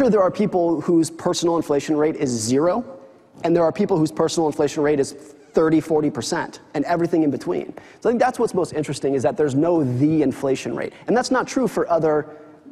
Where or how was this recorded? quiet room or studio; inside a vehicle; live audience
live audience